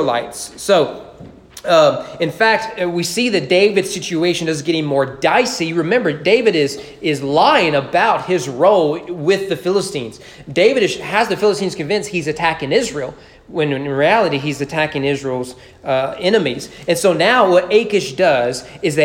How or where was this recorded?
large echoing room